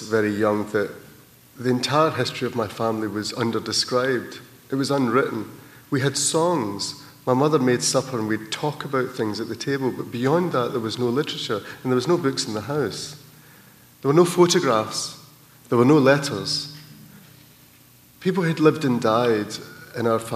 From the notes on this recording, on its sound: An encore presentation of Writers & Company's 20th anniversary special. Onstage at the Toronto International Festival of Authors in 2010.